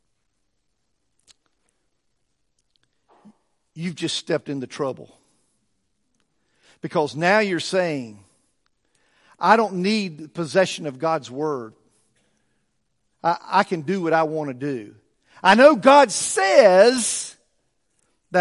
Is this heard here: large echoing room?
yes